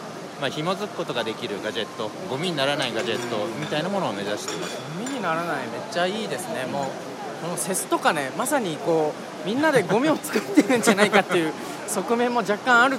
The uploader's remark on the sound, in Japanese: 今回の配信は出張録音です。ラスベガスで2019年1月8日〜11日に開催された世界最大の家電見本市「CES2019」での収録。ラスベガス Caesars Palaceより。